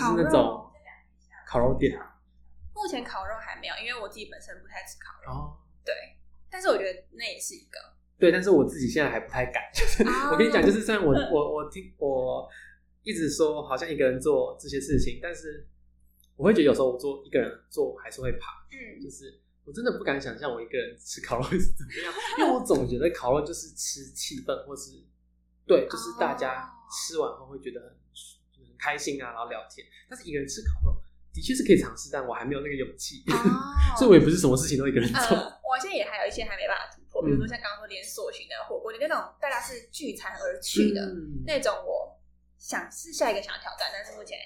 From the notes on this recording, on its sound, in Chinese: 這一集的音質比較不好，再麻煩你拿下耳機收聽會更合適。